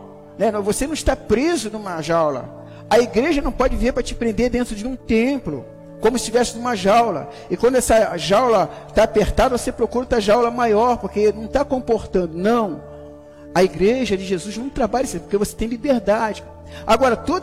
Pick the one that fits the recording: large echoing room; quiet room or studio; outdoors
large echoing room